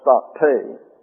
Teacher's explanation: S-T-A-K-T-E. And that accent is on the eta. Gets a long A sound